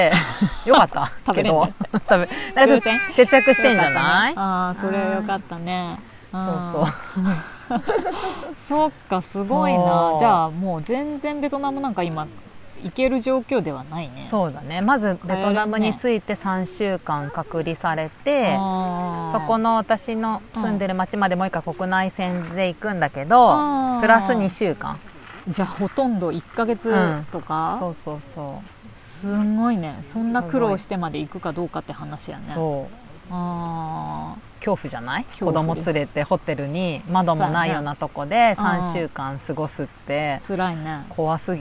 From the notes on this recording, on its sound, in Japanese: ひるがの高原キャンプ場で姉妹収録しました